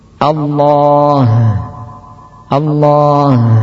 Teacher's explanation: Kemudian yang berikutnya membuat qalqalah pada ha sehingga menjadi Allah Allah.